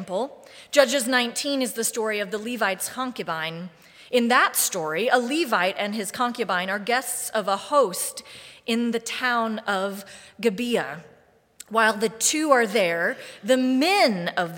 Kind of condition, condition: setting, large echoing room